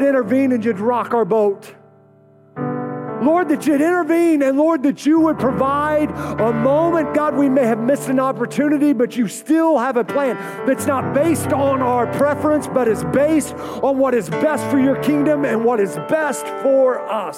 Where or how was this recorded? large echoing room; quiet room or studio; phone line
large echoing room